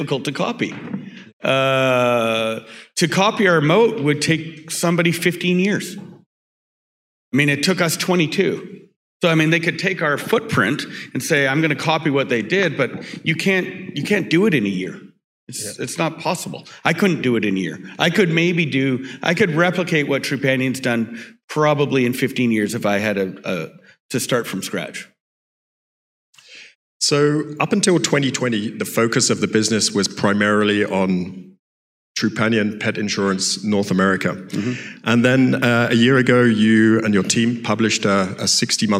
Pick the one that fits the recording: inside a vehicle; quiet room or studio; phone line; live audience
live audience